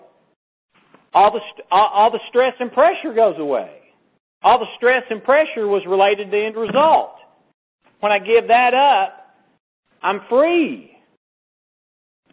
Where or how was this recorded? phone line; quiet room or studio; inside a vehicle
phone line